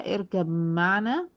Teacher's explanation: طيب جت الب سبقت الميم في هذا الموضع، اركب معنا. مش هنطق الب نهائي لانها ادغمت بالكليه · Term: إدغام